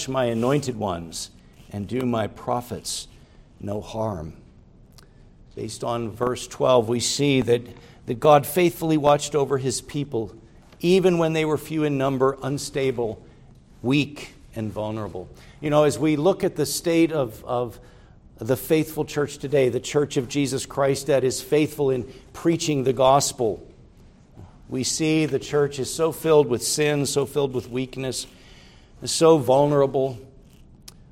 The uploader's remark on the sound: preached at Grace Orthodox Presbyterian Church in Sewickley, PA, during the evening Worship Service on Sunday, June 11, 2023.